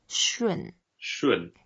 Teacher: that's the fourth tone, so we go down